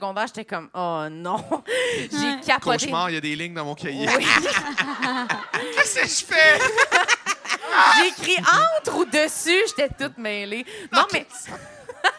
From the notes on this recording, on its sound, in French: lors de ce LIVE au Lion d'Or de Montréal